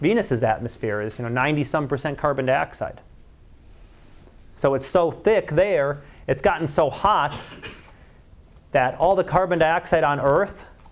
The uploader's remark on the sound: Live Class Lecture